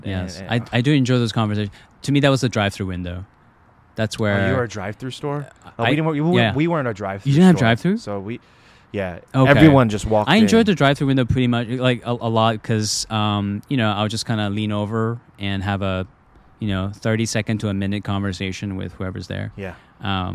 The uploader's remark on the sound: Recorded at the KALI National Gathering at Covenant Theological Seminary.